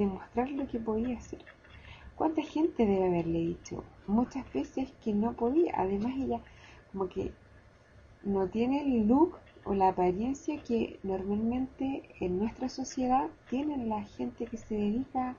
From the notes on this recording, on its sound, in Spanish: perdón por el mal sonido